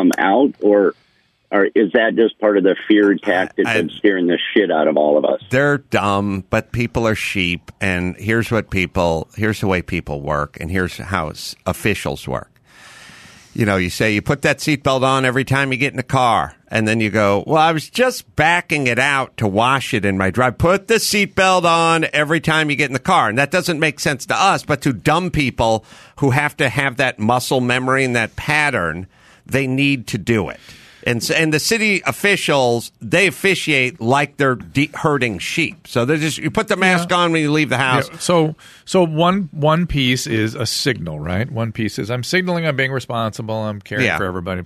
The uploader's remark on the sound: turn to the phones and speak to a caller with a question